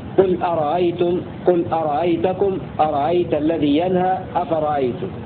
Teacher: أي قرأ نافع بتسهيل الهمزة الثانية